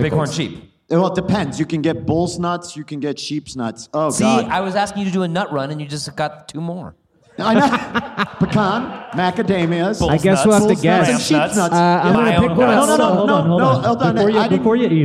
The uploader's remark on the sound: Live at TACAW. Live podcast episode! So, we decided to try "living off the land" in front of a live audience.